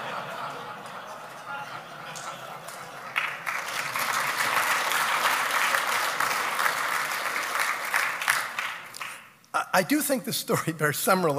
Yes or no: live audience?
yes